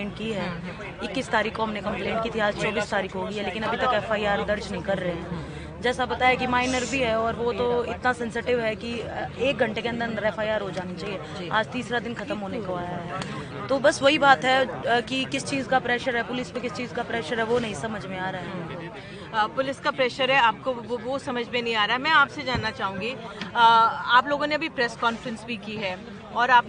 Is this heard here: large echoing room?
no